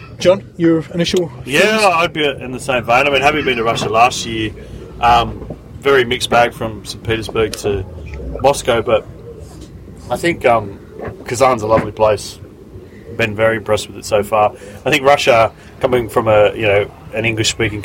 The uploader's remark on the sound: With the Roos in Kazan. At a cafe outside the Socceroos training base.